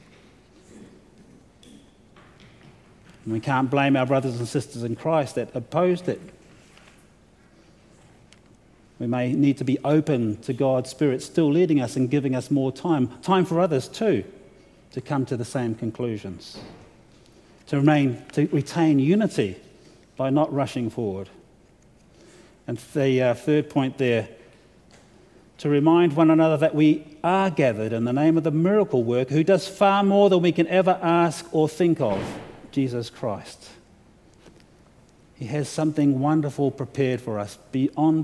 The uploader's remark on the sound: delivered to the opening worship service of the LCANZ Convention of General Synod on Thursday February 9, 2023